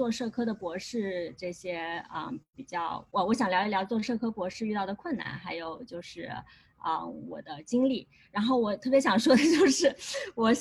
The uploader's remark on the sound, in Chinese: 这期给大家带来了今天夏天我们组织的一场在线活动的录音。